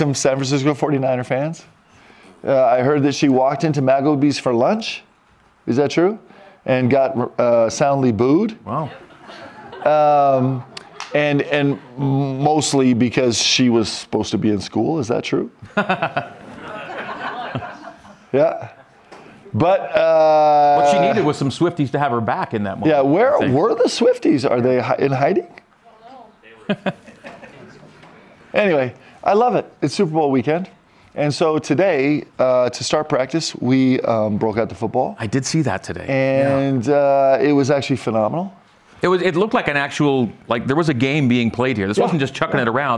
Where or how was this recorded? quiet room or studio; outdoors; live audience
live audience